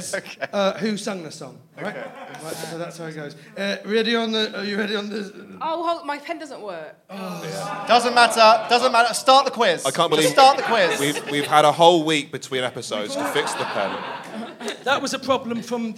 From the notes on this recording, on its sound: Recorded in front of a live audience